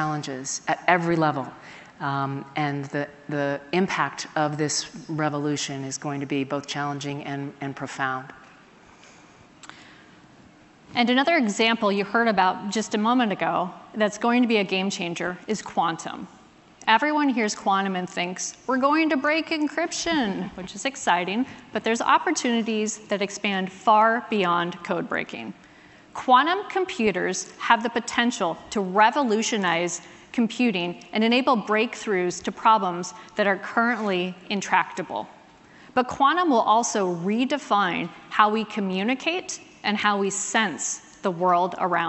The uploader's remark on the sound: recorded at an event held back in May